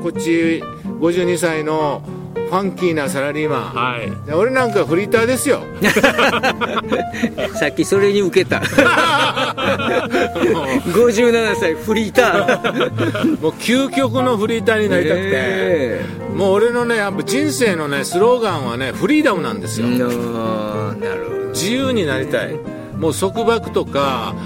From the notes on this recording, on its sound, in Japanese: 箱根三人対談。箱根まで日帰りバイクツーリングしてきました。富士山をバッグに３人対談。